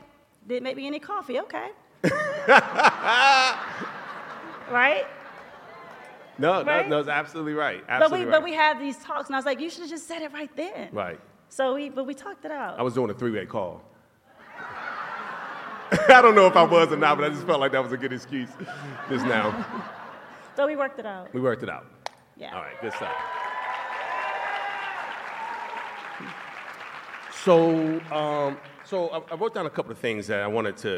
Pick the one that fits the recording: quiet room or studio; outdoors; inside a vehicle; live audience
live audience